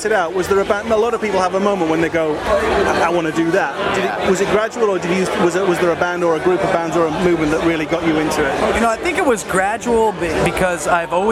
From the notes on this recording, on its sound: An interview recorded at Download 2015